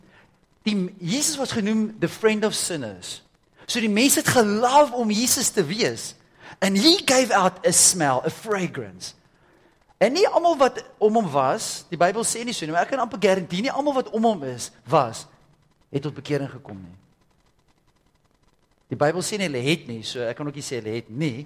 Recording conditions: large echoing room